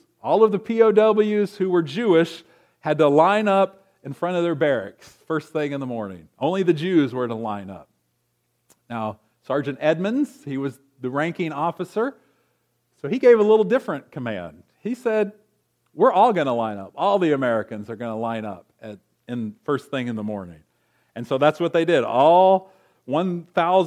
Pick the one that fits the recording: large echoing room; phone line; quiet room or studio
large echoing room